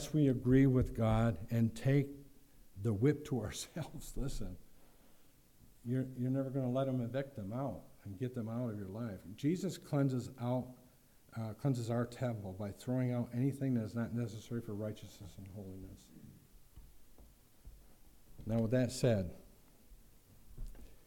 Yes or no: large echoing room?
yes